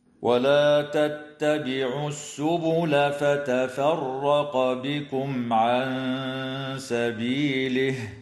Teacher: وتخفى النون الساكنة عند السين مع الغنة المرققة في قوله تعالى عن سبيله